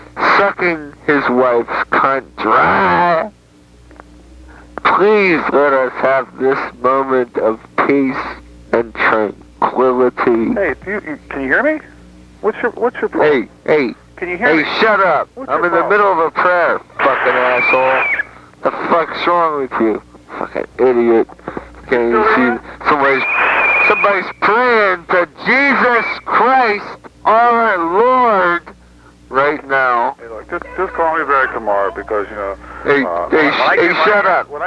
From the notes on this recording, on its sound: RBCP's Personal Prank Phone Calls Collection